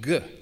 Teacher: Instead of unvoiced K, the Greeks used its voiced equivalent, the G sound